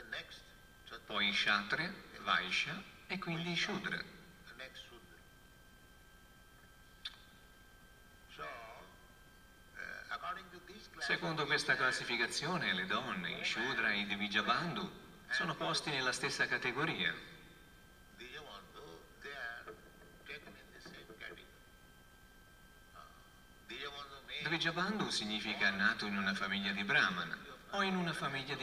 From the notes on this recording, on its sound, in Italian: in diretta dal Tempio di Villa Vrindavana